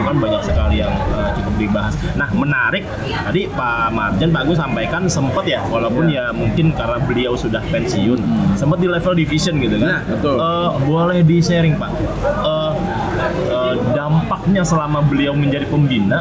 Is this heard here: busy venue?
yes